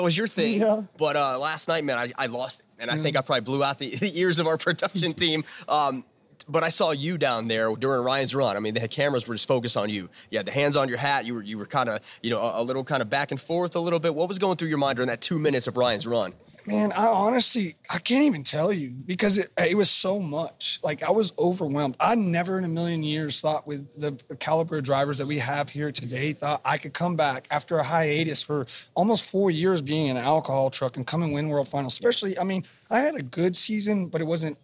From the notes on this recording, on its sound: on location in Nashville at the Wildhorse Saloon